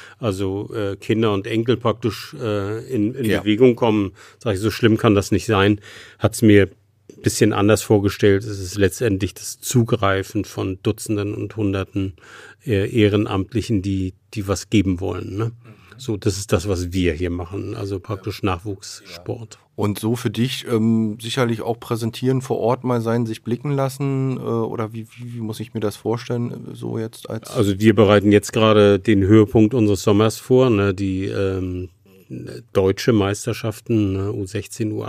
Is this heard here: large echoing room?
no